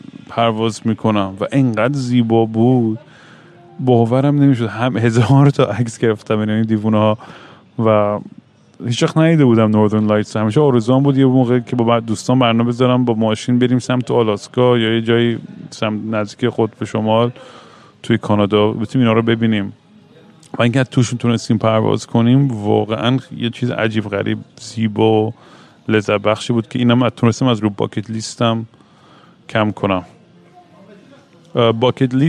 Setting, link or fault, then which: setting, busy venue